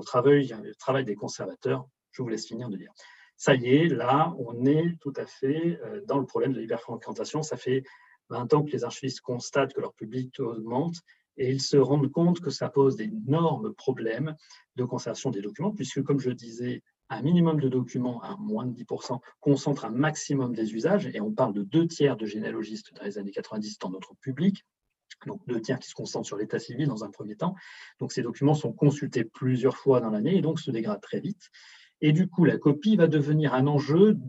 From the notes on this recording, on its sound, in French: Enregistré sur zoom